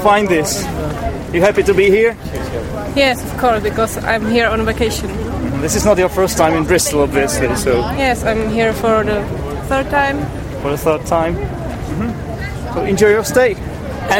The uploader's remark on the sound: When crossing the English Channel on a ferry. There are 3 entries from Bristol: 2 in the middle of the Bristol Harbour Festival. The final entry is recorded from Monika's cofee shop in London.